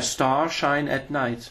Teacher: So the star, no R at all.